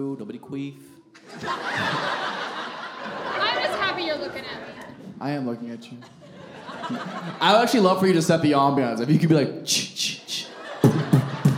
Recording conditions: live audience